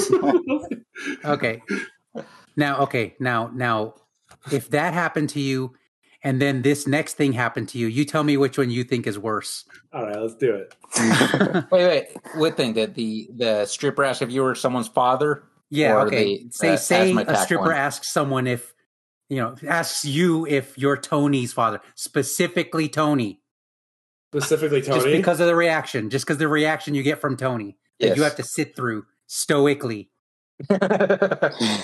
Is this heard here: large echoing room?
no